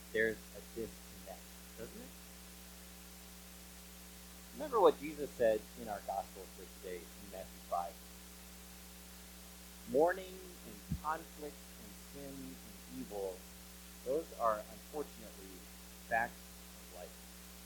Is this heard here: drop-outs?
yes